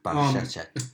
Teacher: you have that little bit of a rolled R, that like North African kind of thing